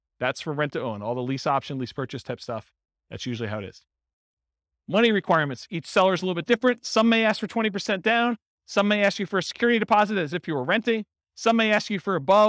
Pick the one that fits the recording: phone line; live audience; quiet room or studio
live audience